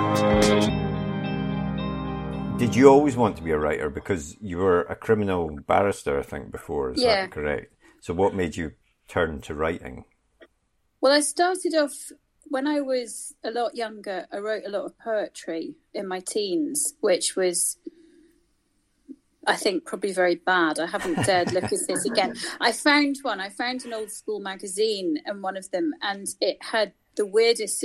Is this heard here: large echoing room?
no